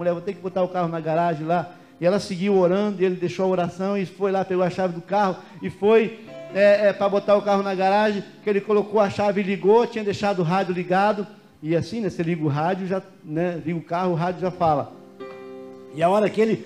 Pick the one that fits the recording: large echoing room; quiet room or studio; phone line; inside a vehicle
large echoing room